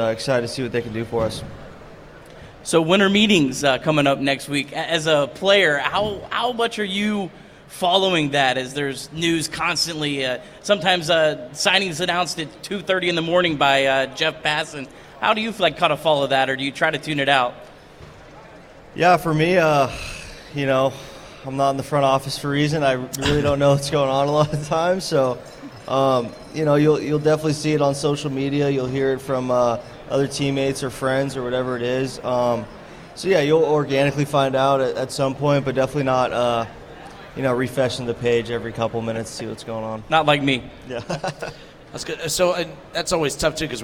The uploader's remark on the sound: 1410 WING AM ESPN Radio in Dayton. LIVE from Redsfest.